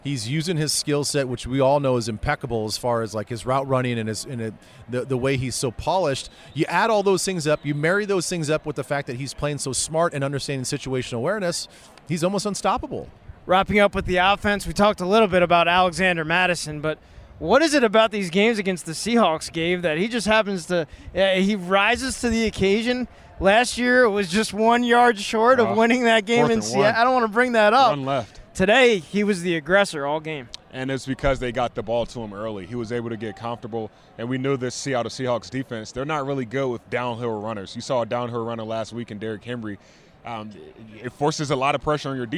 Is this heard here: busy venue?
yes